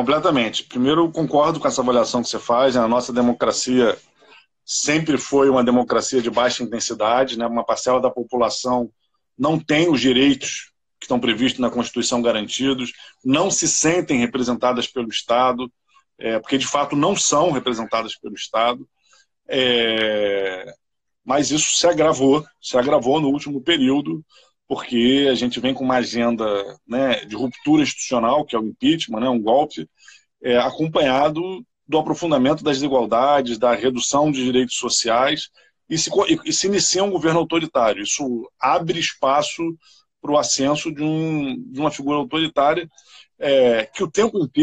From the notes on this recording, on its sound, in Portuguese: LIVE no Instagram